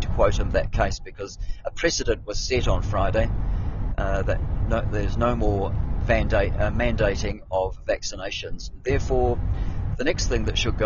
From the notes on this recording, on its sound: I'm on the move driving